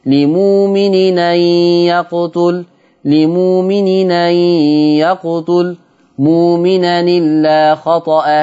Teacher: ثم التنوين التقى مع الهمزة، طبعا معروف لدينا حكم النقل تحذف الهمزة وتتنقل حركة الهمزة للتنوين